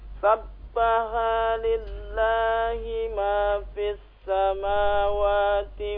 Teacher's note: lihat di sana lafzul jalalahnya walaupun dia tidak diberi tanda alif yang berdiri tetap dia dibaca dua harokat